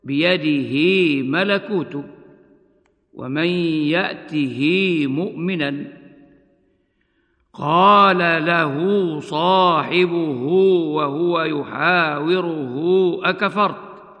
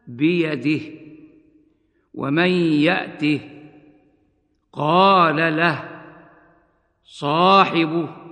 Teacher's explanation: الحالة الثانية أن يكون المد ثابتاً وصلاً محذوفاً وقفاً، مثل هاء الضمير وصلاً، هكذا: بيده ملكوت، ومن يأته مؤمناً، قال له صاحبه وهو يحاوره أكفرت. فالهاء ممدودة مدًا طبيعيًا في هذه الأمثلة وصلًا، وعند الوقف تسكن بدون مد هكذا: بيده، ومن يأته، قال له، صاحبه، وهكذا.